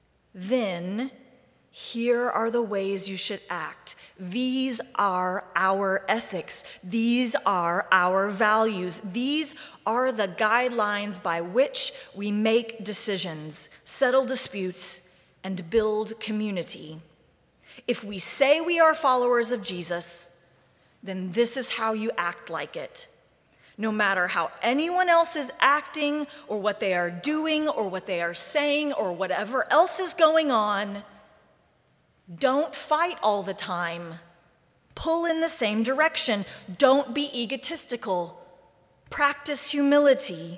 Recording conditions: large echoing room